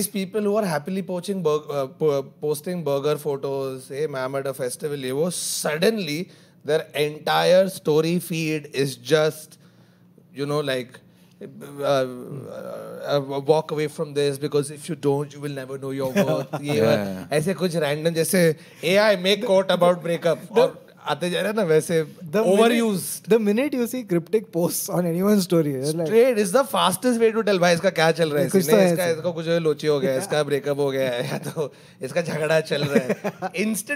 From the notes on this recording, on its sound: Shot and recorded by The Habitat Team at a live standup comedy event at The Habitat, Mumbai.